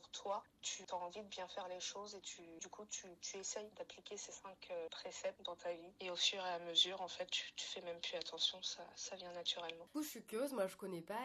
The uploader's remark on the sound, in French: Cet épisode est enregistré par téléphone